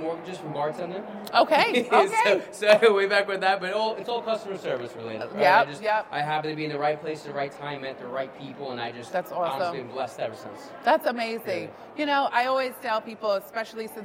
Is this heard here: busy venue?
yes